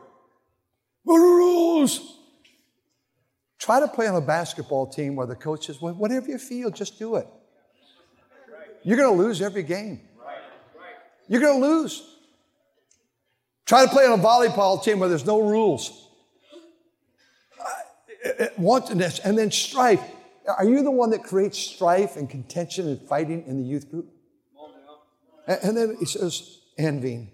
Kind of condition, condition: setting, live audience